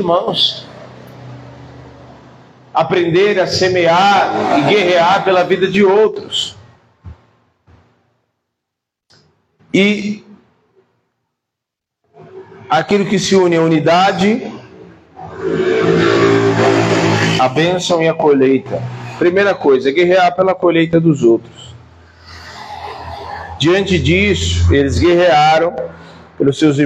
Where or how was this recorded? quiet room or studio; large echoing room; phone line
large echoing room